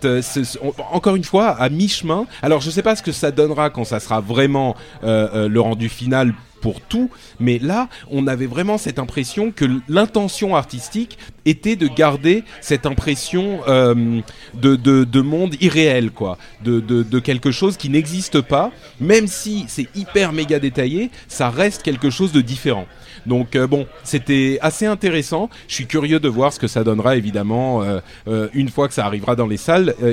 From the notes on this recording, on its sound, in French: Un épisode spécial enregistré à la BlizzCon.